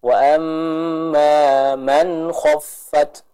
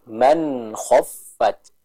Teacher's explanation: Yang selanjutnya, kita ketemu dengan hukum ilhar, yang dimana ada nun sukun menghadapi huruf kha. Maka kita baca dengan jelas, tanpa adanya pantulan suara dari huruf nun. Contoh, wa amman khaffat, bukan man, bukan man, tapi man khaffat.